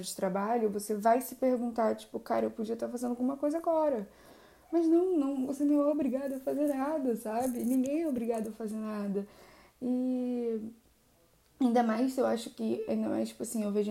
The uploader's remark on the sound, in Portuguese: Eu gravo no meu quarto com o celular então os barulhos ambientes são normais.